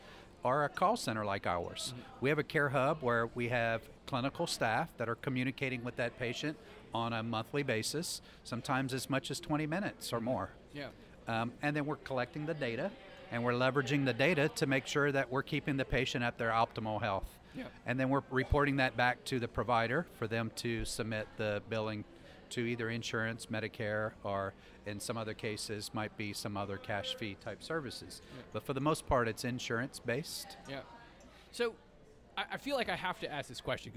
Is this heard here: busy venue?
yes